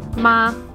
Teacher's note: The first tone is even, so think of a straight line